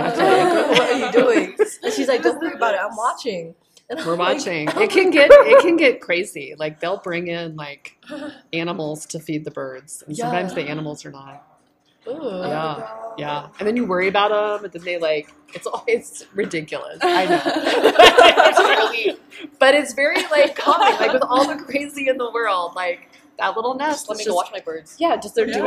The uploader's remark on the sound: We apologize for the interview's background noise.